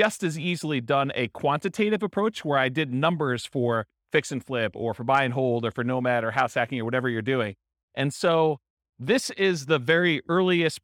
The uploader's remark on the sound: This was a live class recorded